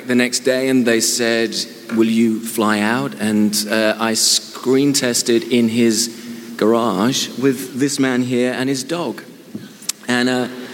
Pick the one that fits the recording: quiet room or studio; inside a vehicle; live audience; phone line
live audience